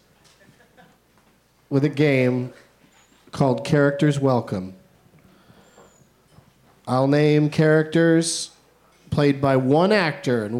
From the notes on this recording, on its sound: Live from Fantastic Fest in Austin